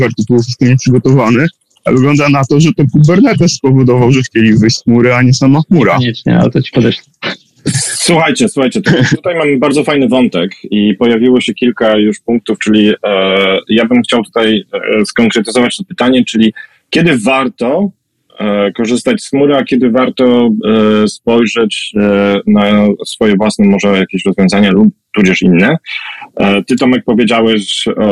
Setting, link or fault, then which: link, video call